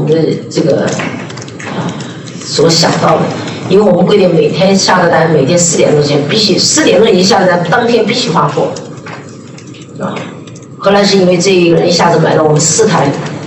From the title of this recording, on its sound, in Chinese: 格力电器2021股东大会实况录音